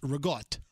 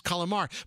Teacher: obviously we have to drop the vowels at the end